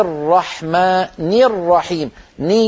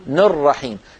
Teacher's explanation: ونكسر النون كسرا كاملة · Shown in: first take · ولا نقول نر رحيم.